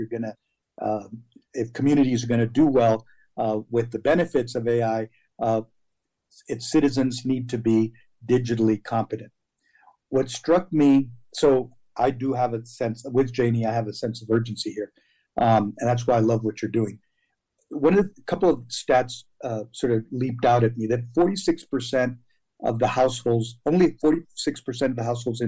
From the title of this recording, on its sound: Connect Humanity webinar